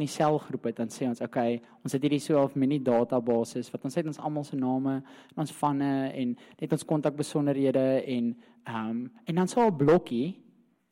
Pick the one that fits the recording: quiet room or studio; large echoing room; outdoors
large echoing room